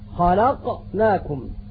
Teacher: أقصى اللسان من جهة فوق مع ما يحاذيه من الحنك الأعلى يخرج منه حرف القاف